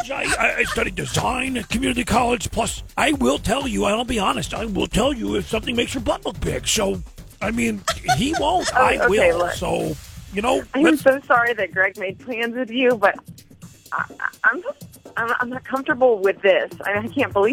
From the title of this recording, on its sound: Friday Phone Jacks Prank Call